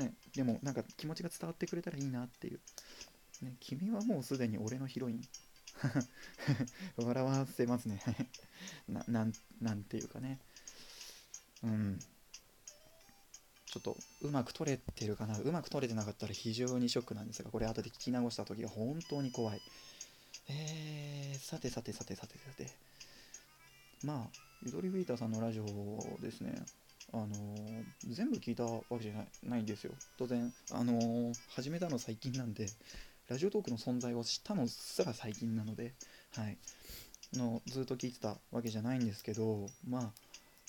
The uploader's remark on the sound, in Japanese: From Radiotalk。マイク感度が低く音が小さいです。音量を上げてお楽しみください。